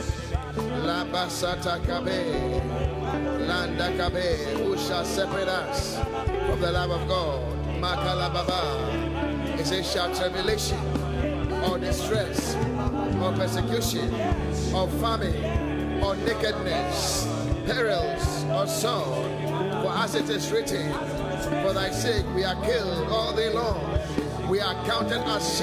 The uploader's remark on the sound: Preached at The Qodesh